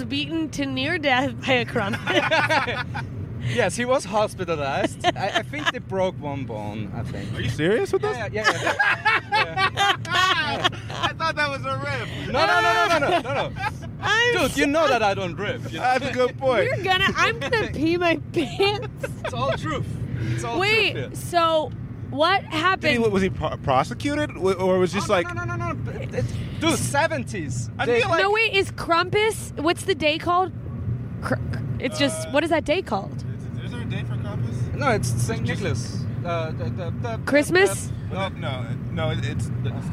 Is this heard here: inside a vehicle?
yes